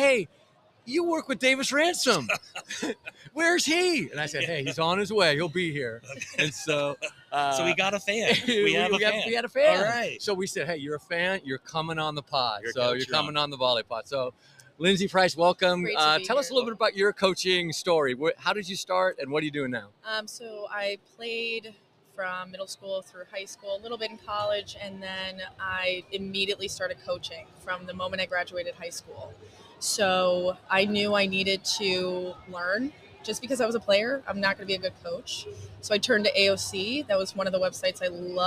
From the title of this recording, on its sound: Live From the AVCA Convention in Tampa, Florida